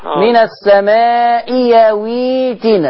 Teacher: الهمزة الثانية هتبقى ياء. من السماء يا. · Term: الابدال